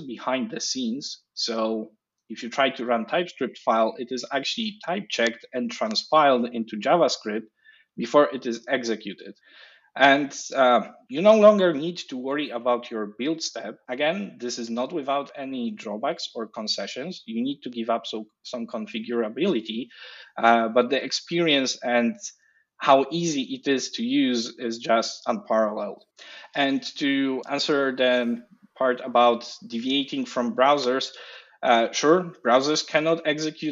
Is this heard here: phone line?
no